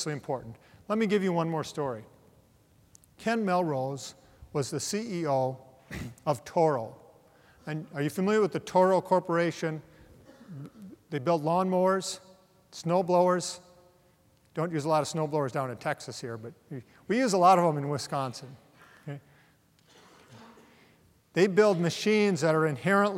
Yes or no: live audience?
yes